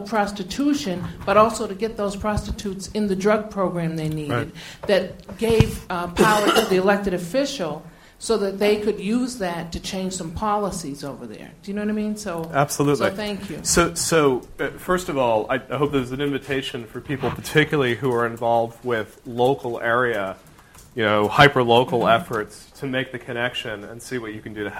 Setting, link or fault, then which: setting, live audience